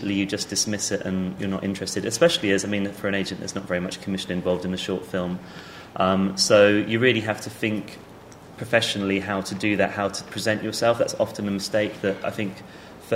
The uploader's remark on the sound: Presented by the London Film Academy. Recorded at the BAFTA Rushes Soho Shorts New Filmmakers' Market in July 2012.